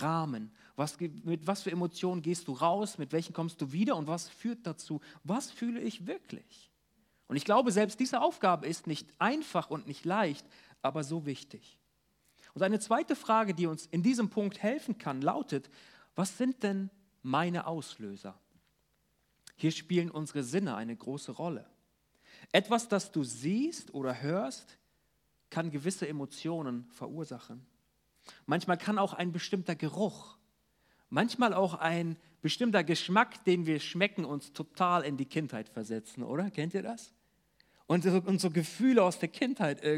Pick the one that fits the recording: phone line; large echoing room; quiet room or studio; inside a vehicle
large echoing room